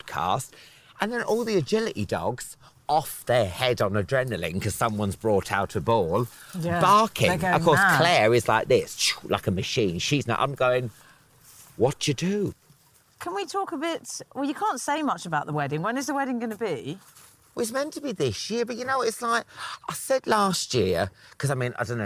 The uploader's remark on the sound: While walking their dogs.